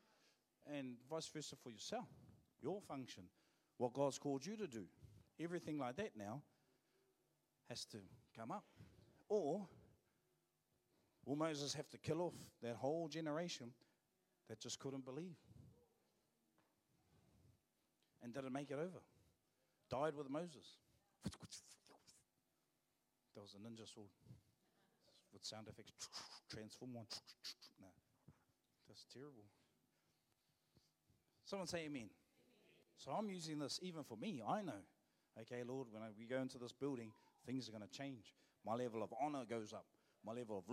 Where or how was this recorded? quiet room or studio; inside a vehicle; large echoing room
large echoing room